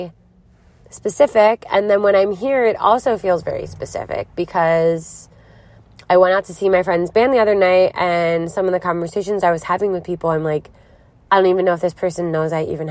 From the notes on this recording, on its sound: Recorded in a car in Philadelphia.